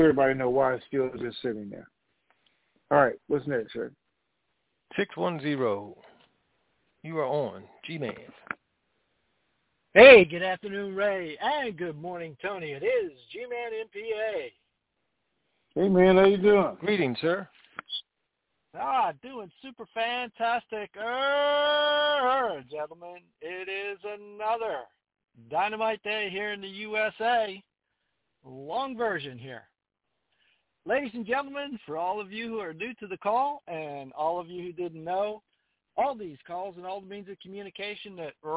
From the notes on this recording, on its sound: Conference Call.